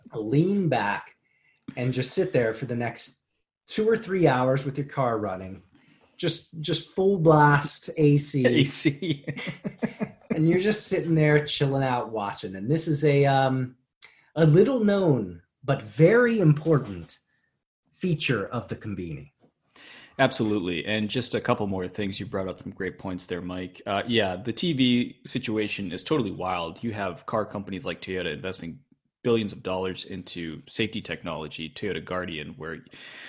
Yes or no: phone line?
no